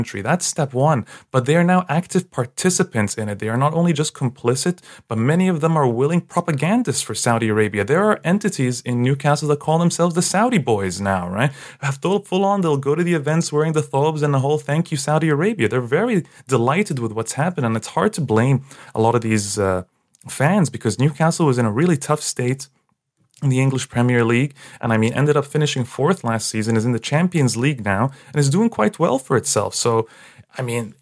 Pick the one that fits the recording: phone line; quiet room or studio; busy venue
quiet room or studio